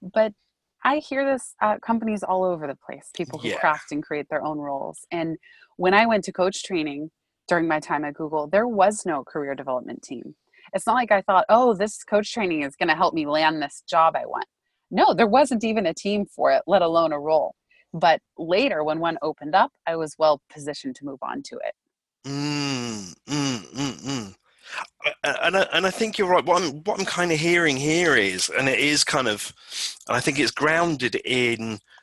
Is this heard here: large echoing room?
no